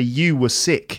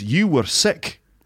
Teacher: "You were sick." So you can hear the R in were there. Now, with my English accent, my received pronunciation, I don't pronounce that R · Shown in: first take